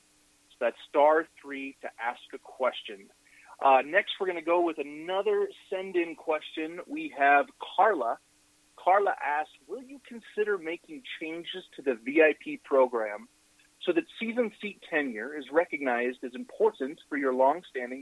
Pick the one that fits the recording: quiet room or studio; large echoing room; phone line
phone line